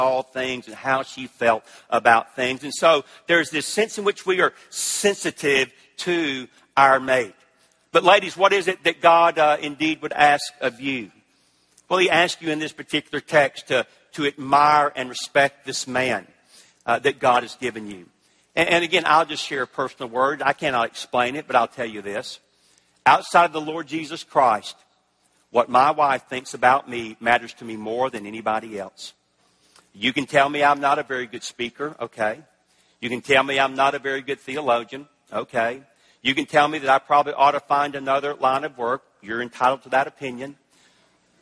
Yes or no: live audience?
yes